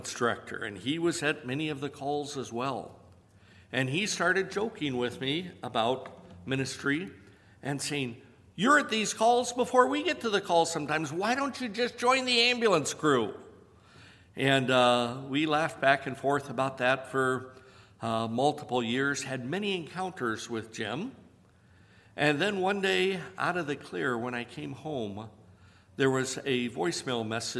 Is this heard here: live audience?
yes